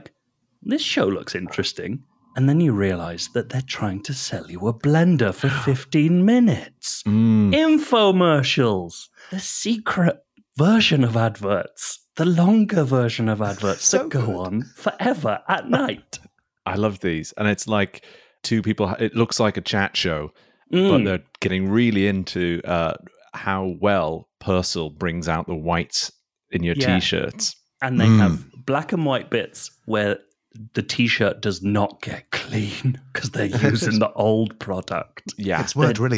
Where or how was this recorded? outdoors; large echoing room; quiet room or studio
quiet room or studio